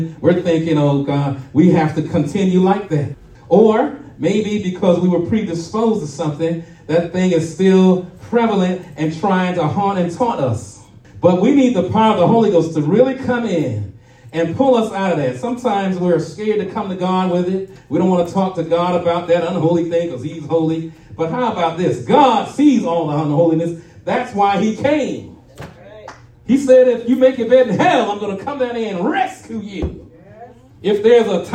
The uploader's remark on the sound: shared this message live at RACC on Resurrection Sunday morning